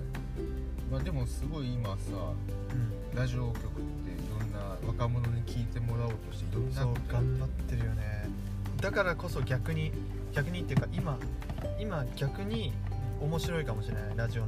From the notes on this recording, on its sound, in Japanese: Anchor←このアプリで収録してます。